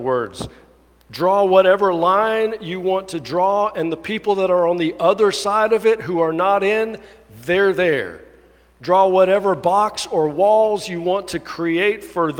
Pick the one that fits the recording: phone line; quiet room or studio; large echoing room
large echoing room